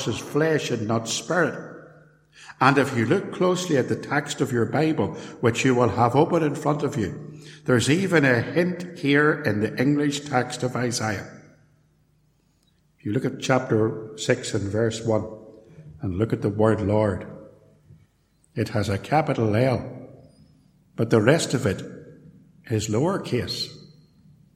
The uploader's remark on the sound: A sermon preached at Templepatrick Reformed Church.